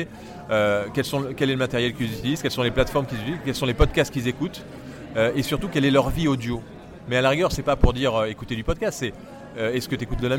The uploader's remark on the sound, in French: j'ai pris mon micro cravate en direct du Paris Podcast Festival